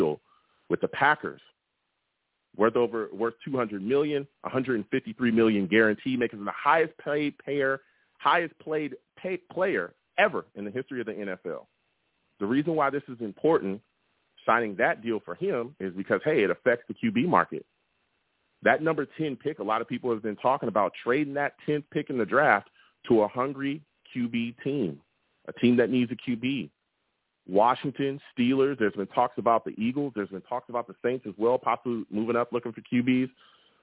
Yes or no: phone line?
yes